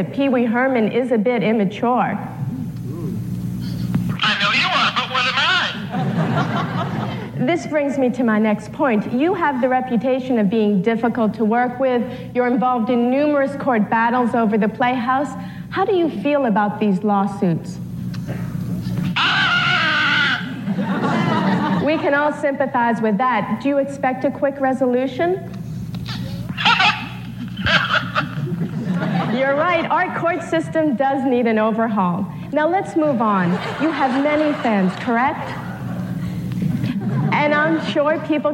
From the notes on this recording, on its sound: Recorded March 22, 2018, at the Skirball Cultural Center as part of the Writers Bloc Presents series.